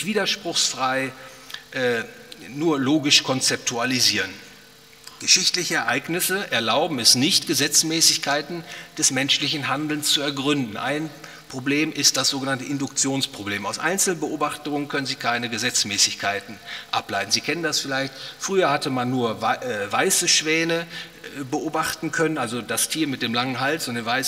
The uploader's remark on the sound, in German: aufgenommen auf dem Ludwig von Mises Seminar